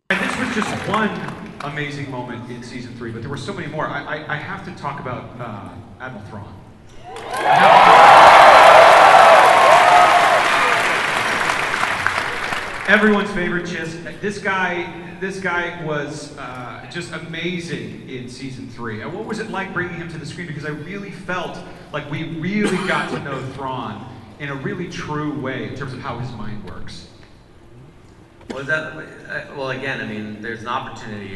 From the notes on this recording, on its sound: Clips from the Star Wars Rebels panel, exclusive audio from the Rebels press conference. Star Wars Celebration 2017. Clips from the Star Wars Rebels panel, exclusive audio from the Rebels press conference.